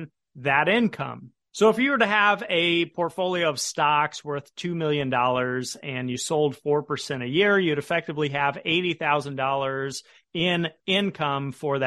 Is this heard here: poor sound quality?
no